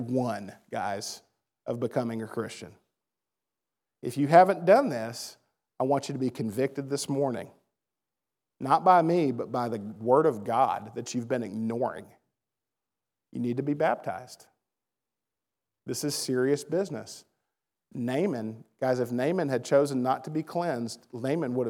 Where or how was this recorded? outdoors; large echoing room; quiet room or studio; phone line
large echoing room